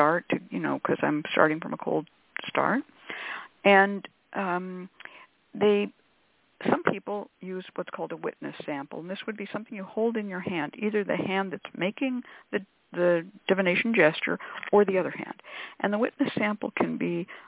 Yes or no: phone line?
yes